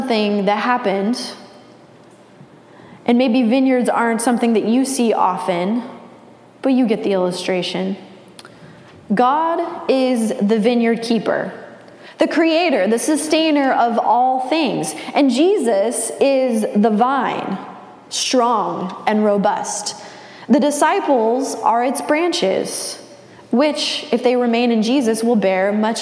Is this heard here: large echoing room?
yes